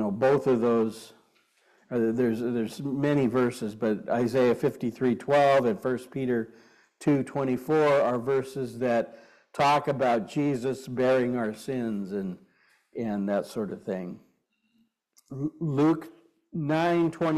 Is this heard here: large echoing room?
yes